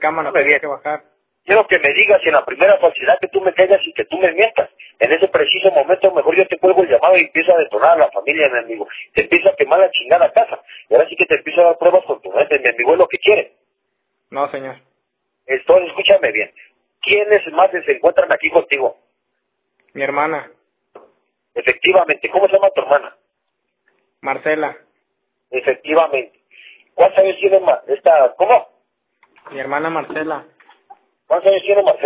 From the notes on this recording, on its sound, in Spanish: Un intento de extorsión telefónica. Me enviaron esta grabación de un intento de extorsión a una chica y a su hermano.